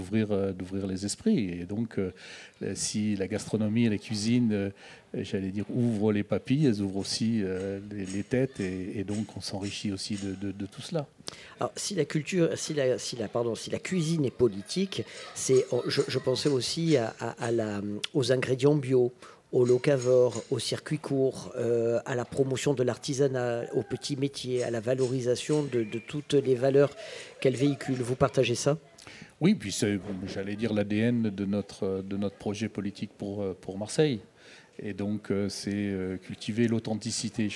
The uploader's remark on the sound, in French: Radio Grenouille au Festival Kouss Kouss 2023 - Le Monticole Culinaire. Le Grand Pastis délocalise son plateau et s'invite au Monticole Culinaire au Plan D'Aou.